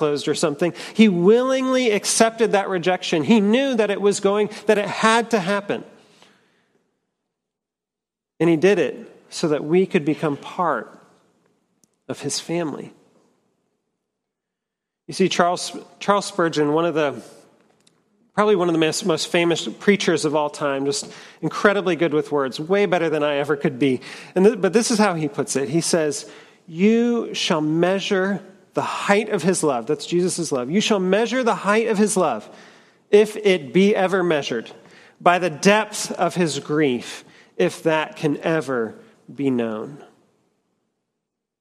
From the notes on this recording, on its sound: at Trinity Church, Puerto Rico.